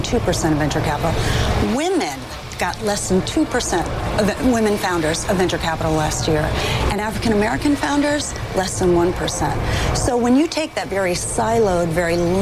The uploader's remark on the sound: live from the New York Stock Exchange